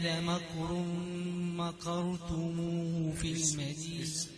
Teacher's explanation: مكرتموه الراء مفخمة لكن لا تلزم الكاف تفخيم.